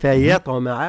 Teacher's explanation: فيطمع ترقيق الياء مع تفخيم الطاء والقلقلة، ثم الذي لابد من إبراز المد.